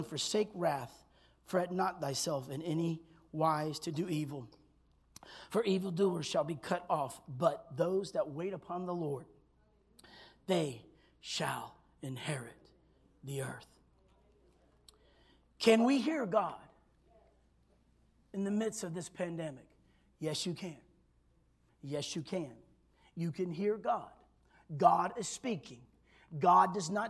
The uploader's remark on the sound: This was recorded on Sunday at Abundant Living Ministries.